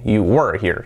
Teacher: Con la R muy fuerte, así, you were here. Es casi un diptongo prácticamente, la misma sílaba.